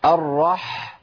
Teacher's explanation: كلمة الرحمن، بسم الله الرحمن الرحيم، جالنا حقين، الرح سمعت صوت الحاء، ودي اسمها بحة الحاء البحبحة